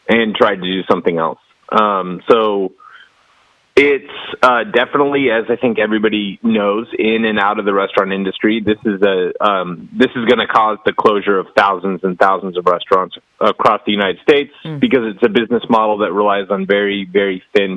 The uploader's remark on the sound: The interviews on this episode were conducted by phone in accordance with public health officials’ social distancing recommendations.